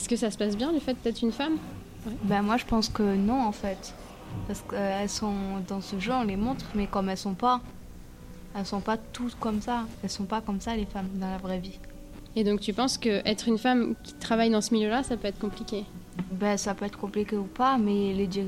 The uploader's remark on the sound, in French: Quand la radio s’invite dans un collège – 1ère partie à Auterive. Les élèves de 5ème1 et leurs enseignants du collège Antonin Perbosc d’Auterive se sont prêtés au jeu, pour monter une émission. Tous les ingrédients y sont : générique, lancements, micro-trottoir, débats sous forme de jeu de rôle…